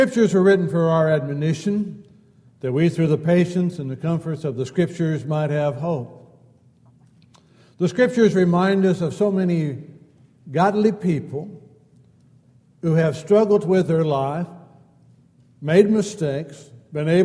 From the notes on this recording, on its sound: Downtown Church Of Christ Audio Sermon